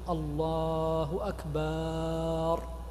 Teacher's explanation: من أمثلة ذلك المثال الذي ذكرت لكم في البداية، وقد اتفق الفقهاء على خطئه وأنه من اللحن الجري، وهو إشباع حركة الباء الفتحة في قول المؤذن الله أكبر · Term: إشباع الحركة